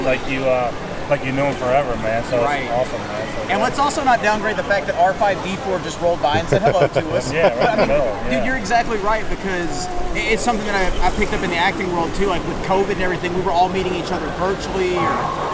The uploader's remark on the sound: interviews from the convention floor